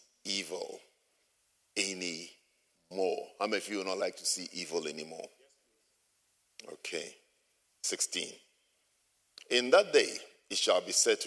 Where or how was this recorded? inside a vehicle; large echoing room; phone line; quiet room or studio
large echoing room